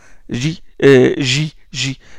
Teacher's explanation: Le G français est une fricative. Hein. C'est une fricative.